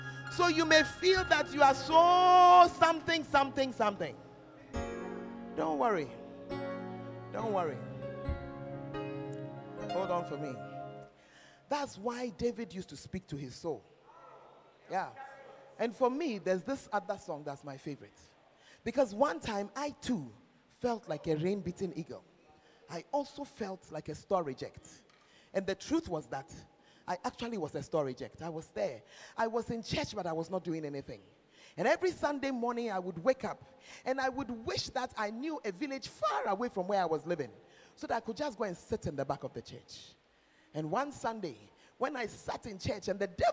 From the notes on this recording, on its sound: Preached At The 12 Foundations Of The Bacenta Camp